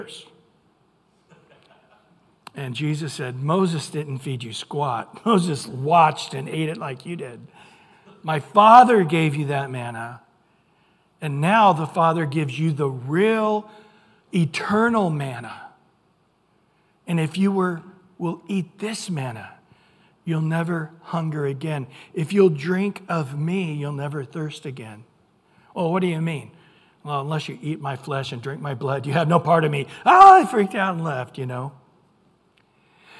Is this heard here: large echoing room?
yes